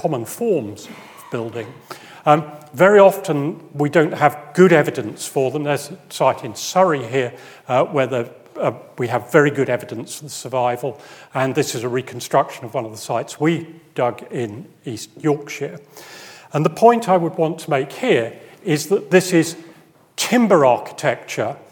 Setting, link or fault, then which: setting, large echoing room